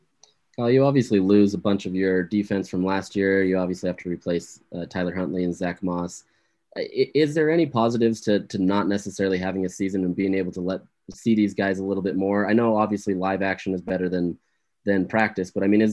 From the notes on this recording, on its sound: during a Zoom press conference